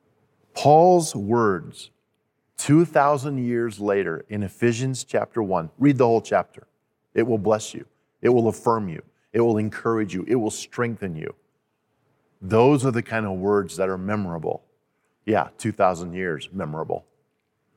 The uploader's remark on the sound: At Timberline Church. Live.